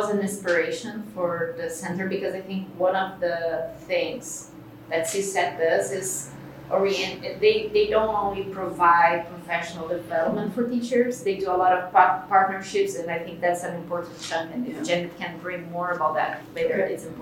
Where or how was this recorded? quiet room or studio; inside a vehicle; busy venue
busy venue